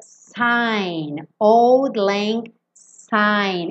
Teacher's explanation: esse S com som de S, não é com som de Z. E a gente ouve muitas gravações mesmo que as pessoas cantam old lang sign com som de Z.